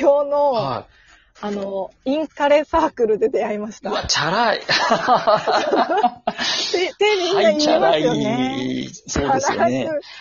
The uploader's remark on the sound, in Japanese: Radiotalkアプリの新機能「リモート収録機能」を使って。ゲストと一緒に配信。2人組。笑い声あり。